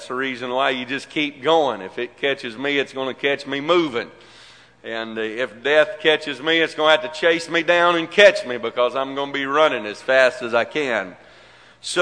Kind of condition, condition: setting, large echoing room